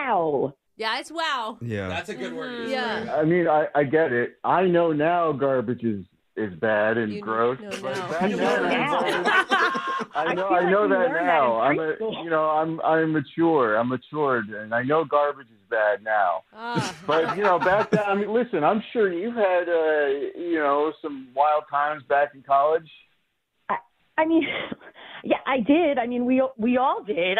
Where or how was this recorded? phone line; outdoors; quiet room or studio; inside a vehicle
phone line